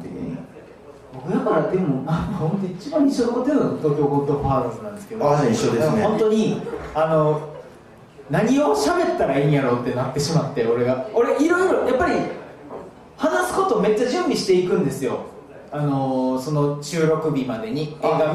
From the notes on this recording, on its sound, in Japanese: 心斎橋イーエで開催されたイベント「バーニンクリスマス2023」の音声です